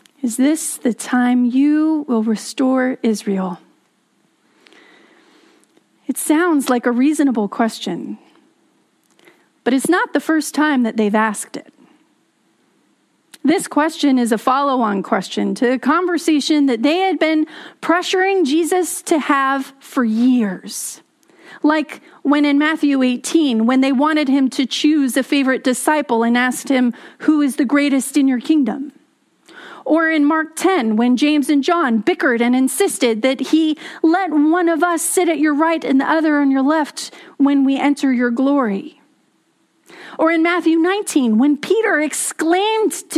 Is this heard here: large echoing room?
yes